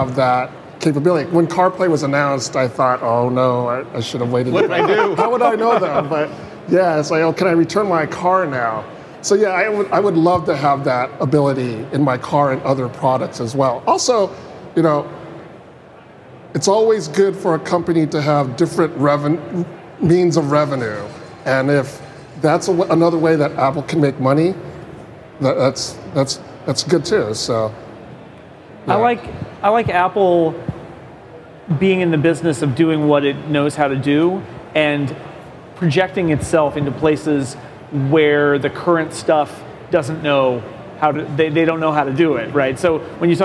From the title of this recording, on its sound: Live from Macworld/iWorld